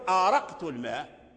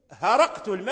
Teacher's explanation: يكون الحرف مثلا همزة فتبدل هاء لأن الهاء والهمزة من مخرج واحد، وهو كثير هذا في يعني في اللغة، فتقول هرقت الماء